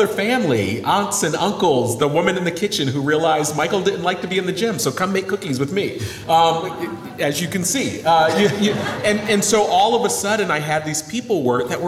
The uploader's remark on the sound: Live at the Social Innovation Summit. Speaking live at the 2022 Social Innovation Summit in Washington, D.C.